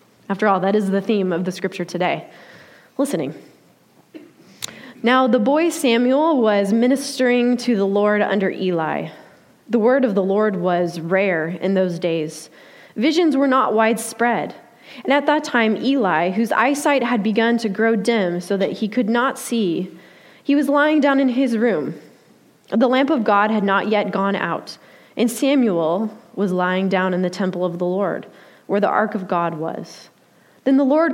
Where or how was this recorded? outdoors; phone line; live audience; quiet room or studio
live audience